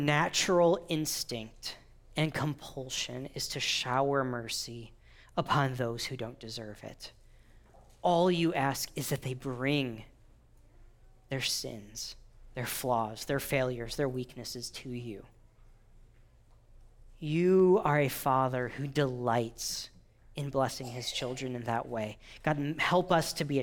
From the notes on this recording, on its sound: Thanks for listening to this audio from New City Church in Champaign-Urbana, IL.